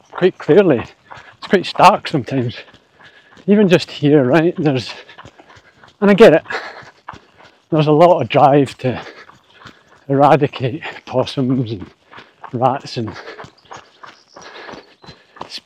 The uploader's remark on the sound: responds "live" from the trail